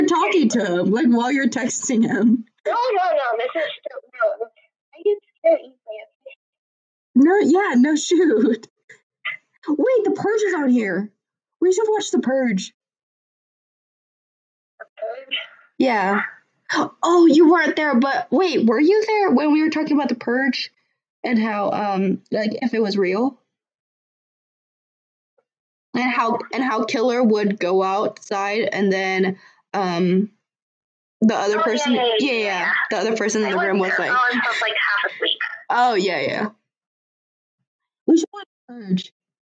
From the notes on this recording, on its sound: I'm sorry for the horrible audio quality today. I did not realize that my phone speaker was not facing the microphone on my laptop until I went back and listened.